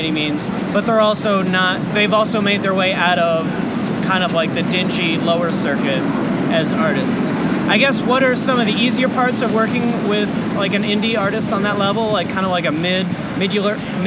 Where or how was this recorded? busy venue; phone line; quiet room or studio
busy venue